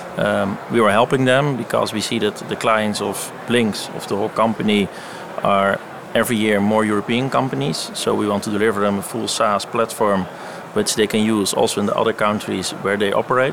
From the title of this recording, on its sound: live recorded from Money2020 (June 2023)